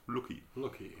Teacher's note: in Nordengland, in Manchester, in der Gegend spricht man U immer U aus